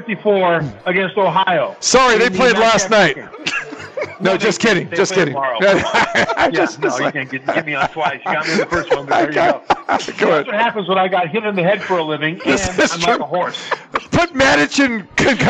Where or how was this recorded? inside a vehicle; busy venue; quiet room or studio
busy venue